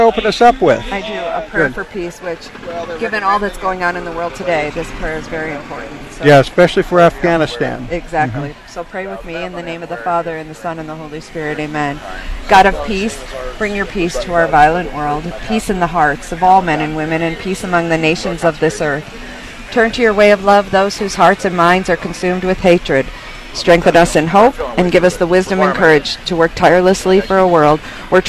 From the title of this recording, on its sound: Live at the Iowa State Fair 2021